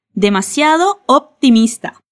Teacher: Cuidado al pronunciar la P en optimista. Vas a cerrar los labios sin producir un sonido y luego viene el sonido de la T.